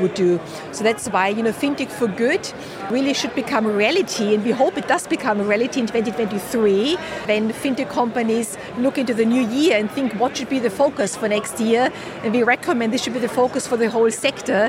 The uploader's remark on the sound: Recorded in partnership with Freemarket at FinTech Connect, that took place at the Excel in London. We recorded a series of interviews from the Freemarket booth with a number of the speakers and attendees at the event.